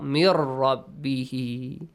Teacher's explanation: Merge the sound of noon with ra. · Term: Idgham